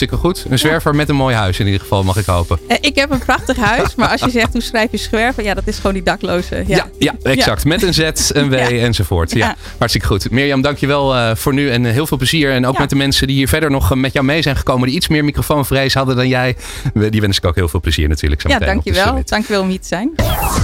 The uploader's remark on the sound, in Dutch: De Remote Working Summit op New Business Radio 2023. Live-verslag van de Remote Working Summit. Een dag bomvol kennis en inspiratie, met tien keynote sessies, meer dan 25 seminars en zeven live debatten én veel netwerkmogelijkheden op het beursplein.